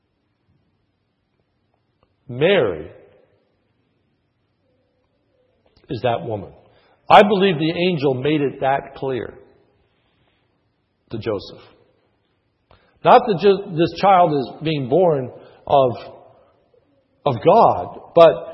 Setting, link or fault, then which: setting, large echoing room